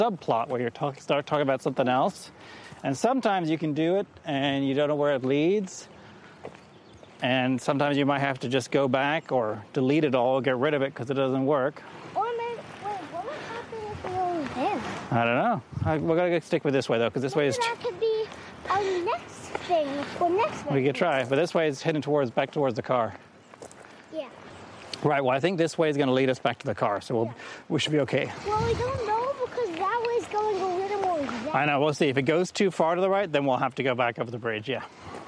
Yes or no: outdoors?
yes